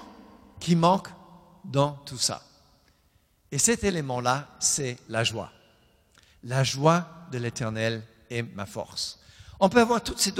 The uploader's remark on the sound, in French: Enregistré à l'église CVV, le 04/10/2020